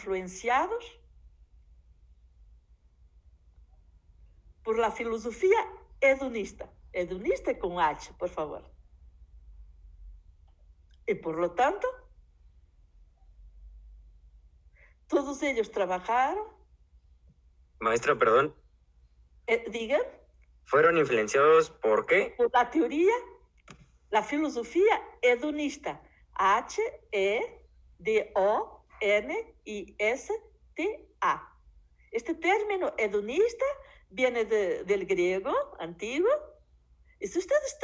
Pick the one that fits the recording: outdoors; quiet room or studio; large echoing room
large echoing room